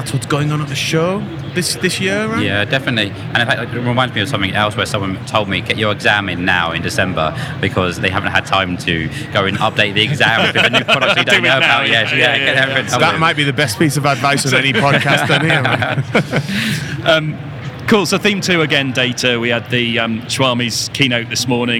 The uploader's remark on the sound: The team are at AWS re:Invent 2022 for our first live shows!